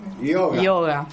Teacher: la Y en sánscrito, ese sonido representado con la Y, se pronuncia como una I. Pero bueno, nosotros, como tenemos el yeísmo del Río de la Plata, decimos yoga y sí.